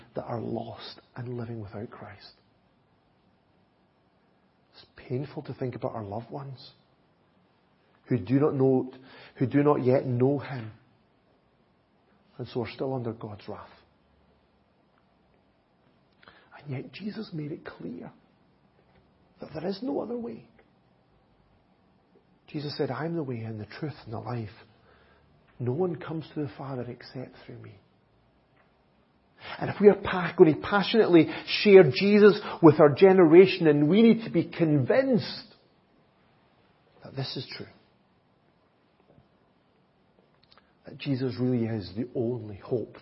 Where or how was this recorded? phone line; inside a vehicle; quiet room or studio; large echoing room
large echoing room